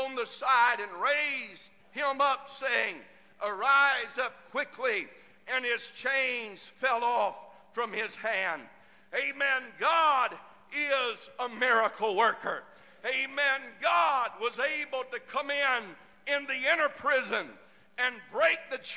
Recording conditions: large echoing room